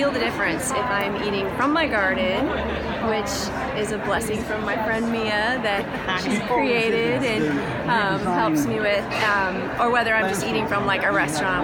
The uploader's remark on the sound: at the Heirloom Expo 2020